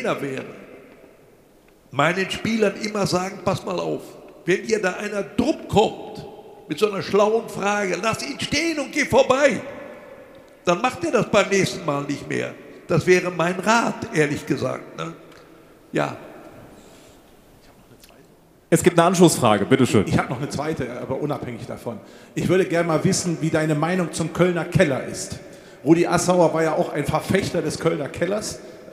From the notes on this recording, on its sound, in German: Zum ersten Mal live auf der Bühne. In der Glashalle der Sparkasse Wuppertal vor mehr als 200 Gästen getalkt.